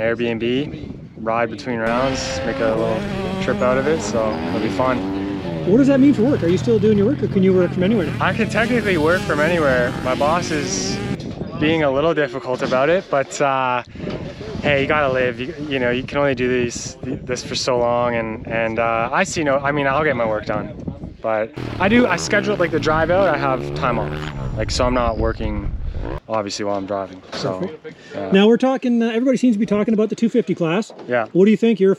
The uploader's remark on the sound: Walk and Talk - Vision Built Track. As they put in motos at Vision Built Tracks outside Putnam, Ontario, Canada.